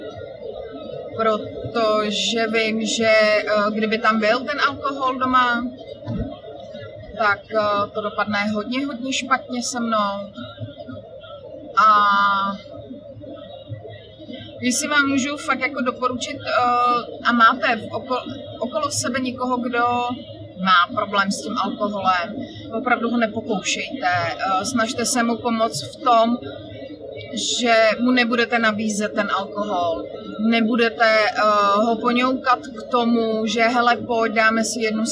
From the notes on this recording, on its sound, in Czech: Dnešní díl je natáčený v autě na mobilní telefon - takže kvalita zvuku není zrovna OK